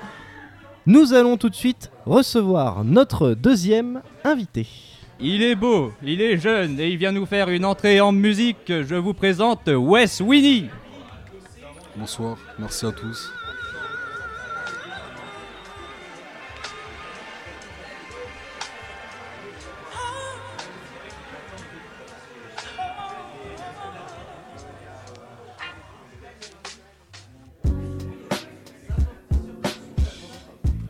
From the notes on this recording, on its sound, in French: Salut Coutances ! Enregistré en public au club.